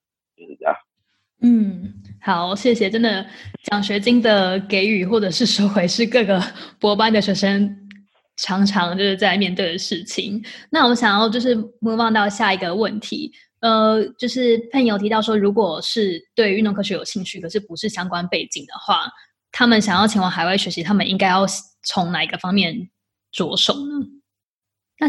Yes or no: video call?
yes